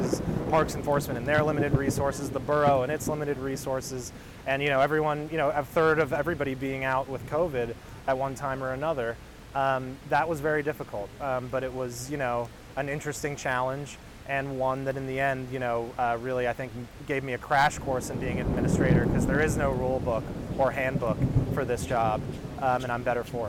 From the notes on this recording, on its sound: 7 Washington Square Park. In this episode we go out of the studio and into the field to meet the Parkies who manage it, and listeners will be able to hear all of the Village sounds (and a thunderstorm) of a busy summer day in this beautiful spot.